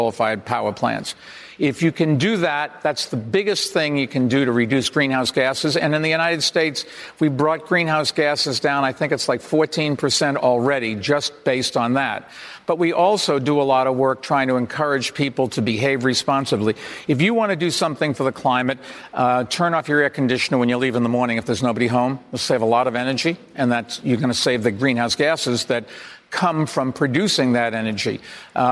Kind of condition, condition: setting, live audience